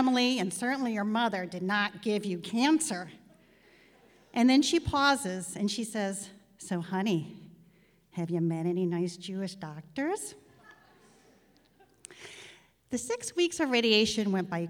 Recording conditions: live audience